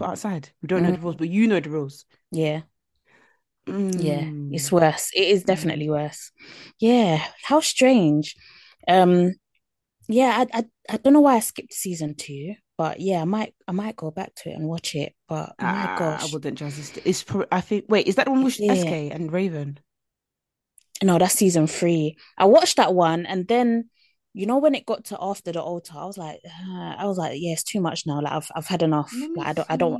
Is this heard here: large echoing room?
no